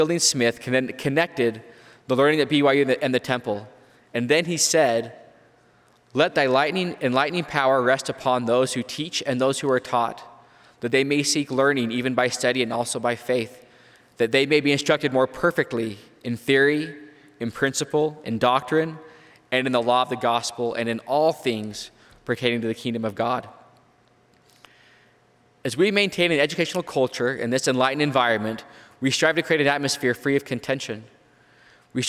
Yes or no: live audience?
yes